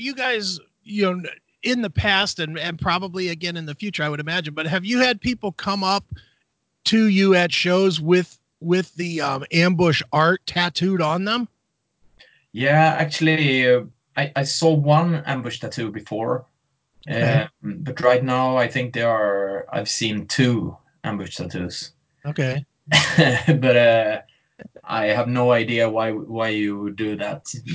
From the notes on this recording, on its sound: skyped